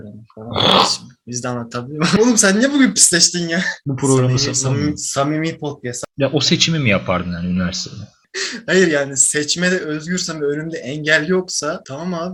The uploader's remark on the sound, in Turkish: Kötü ses kalitesini mazur görün.